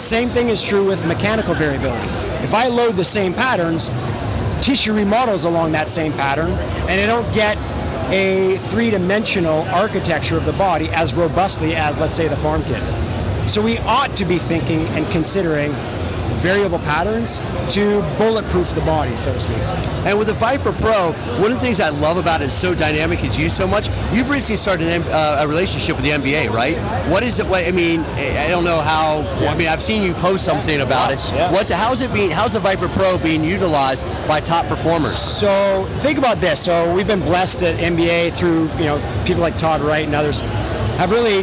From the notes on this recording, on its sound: IDEA World Fitness Convention 2019 - LIVE From Trade Show Floor.